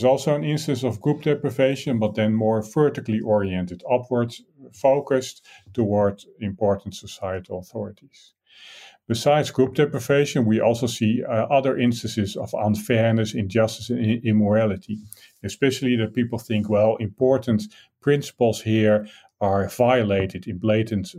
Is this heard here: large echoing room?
no